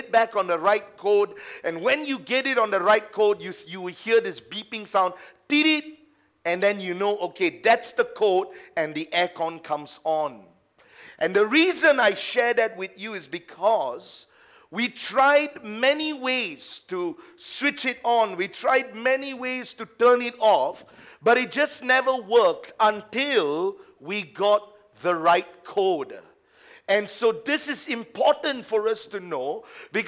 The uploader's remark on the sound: A message preached during our Tuesday service